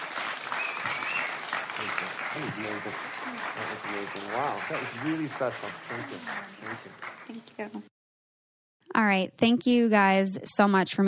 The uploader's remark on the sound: In a live recording at Fireside Conference.